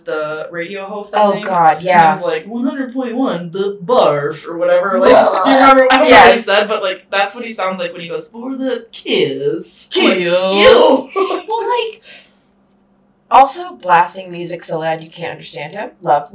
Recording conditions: sounds in the background